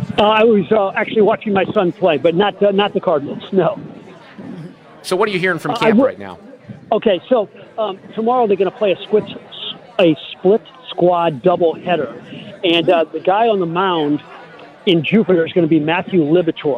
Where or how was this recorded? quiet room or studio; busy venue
busy venue